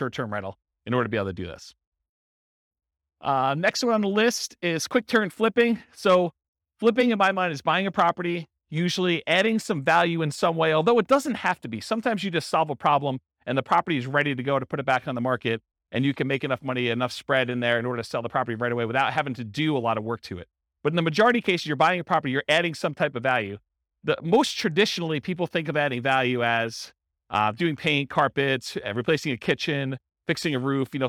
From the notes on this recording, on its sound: This was a live class recorded